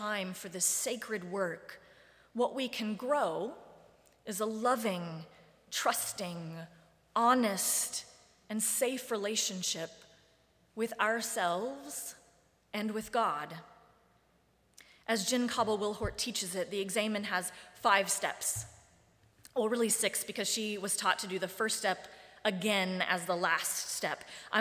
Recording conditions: large echoing room